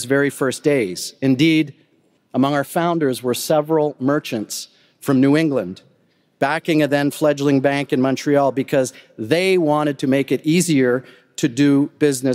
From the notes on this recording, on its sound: Addresses the audience at the US-Canada Summit, hosted by BMO and the geopolitical risk advisory firm Eurasia Group.